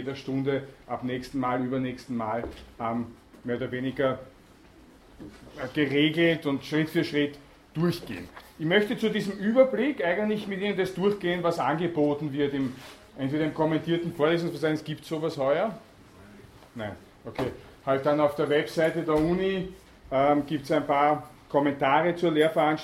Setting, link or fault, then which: setting, large echoing room